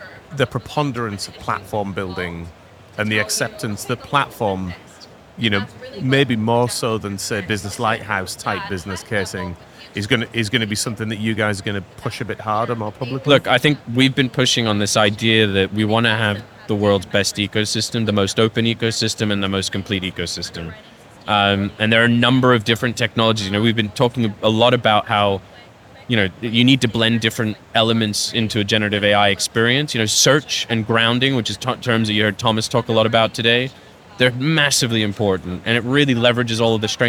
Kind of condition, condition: setting, busy venue